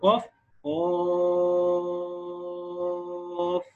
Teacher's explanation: وقف على الفاء كده مع الهمس فيها